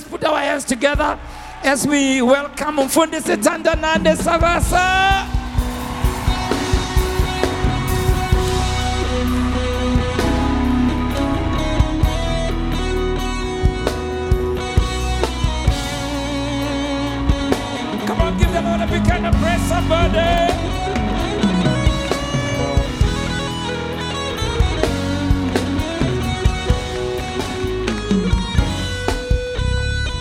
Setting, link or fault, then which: setting, large echoing room